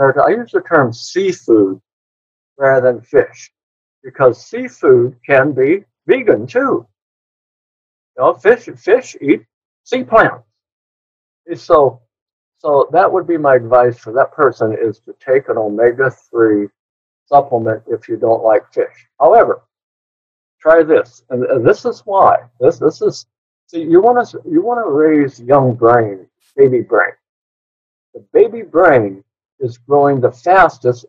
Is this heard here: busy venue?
no